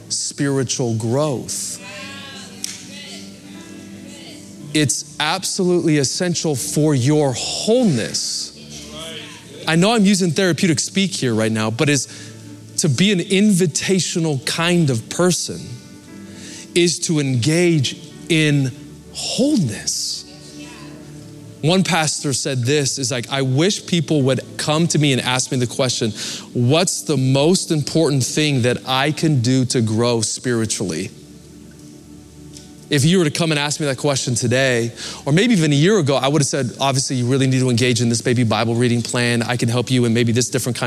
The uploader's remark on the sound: Recorded live at Capital Church, Meridian, Idaho.